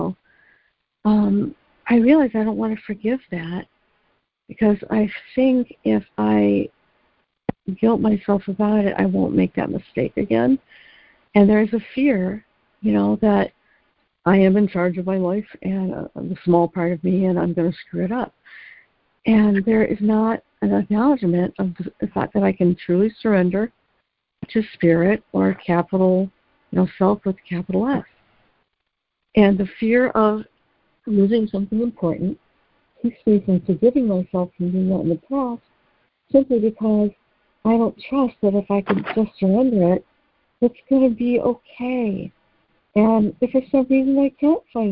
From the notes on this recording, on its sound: ACIM Daily Conference Call.